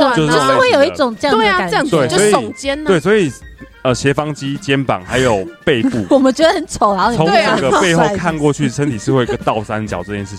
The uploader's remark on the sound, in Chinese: 錄音地點:桃園中壢健身房-氧氣肌地